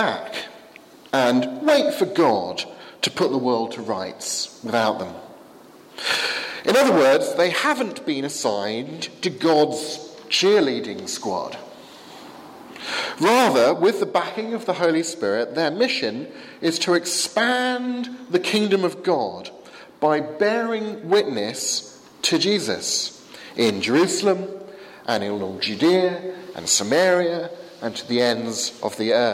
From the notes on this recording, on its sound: given at the 11 am service at Highfield Church, Southampton, 1st May 2016